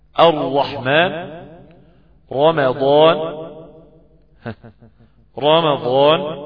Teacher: الراء المفخمة تختلف عن الراء المرققة، أن الراء المفخمة فيها استعلاء في منطقة الأقصى، منطقة أقصى لسان